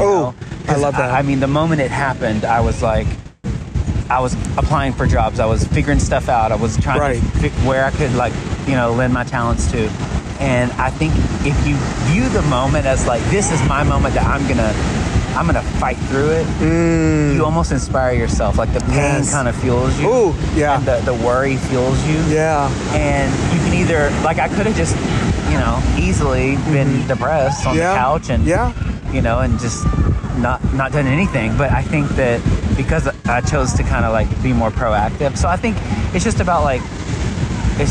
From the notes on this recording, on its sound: I’m at the beach with a close friend and we decided to just talk and record.